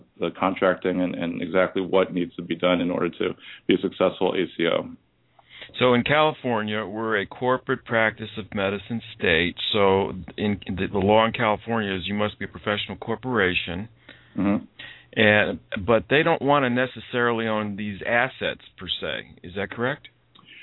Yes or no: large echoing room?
no